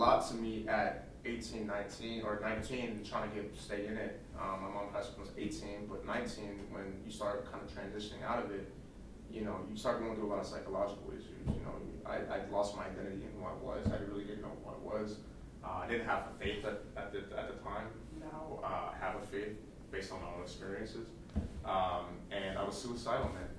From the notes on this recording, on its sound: Instead of a typical podcast chat, we recorded our meeting. It’s not the best sound quality as it’s a documentary style podcast instead of an arranged podcast.